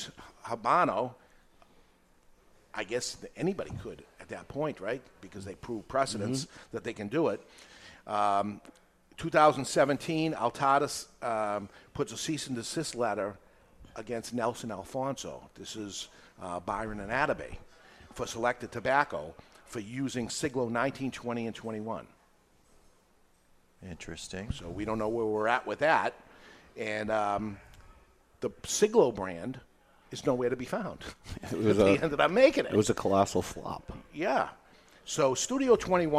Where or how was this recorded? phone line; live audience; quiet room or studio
live audience